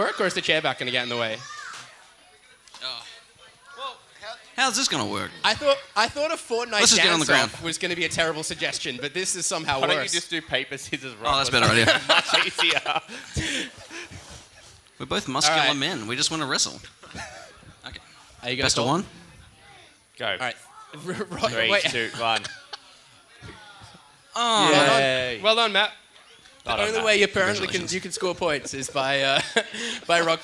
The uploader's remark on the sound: Live at Federation Square. Cast live from Federation Square.